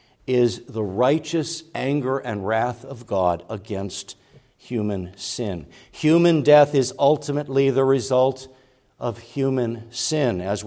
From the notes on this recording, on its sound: preached at Grace Orthodox Presbyterian Church in Sewickley, PA, during the evening Worship Service on Sunday, April 23, 2023